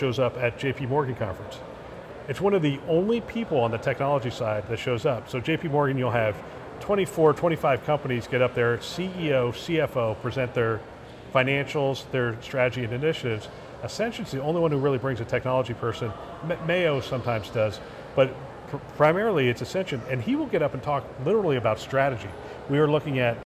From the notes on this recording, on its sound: live from CHIME’s Fall Forum